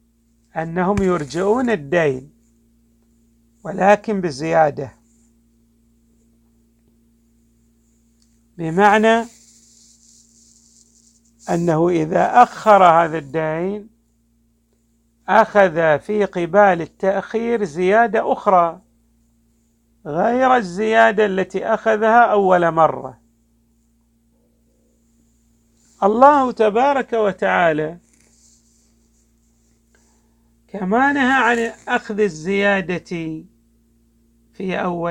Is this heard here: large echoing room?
yes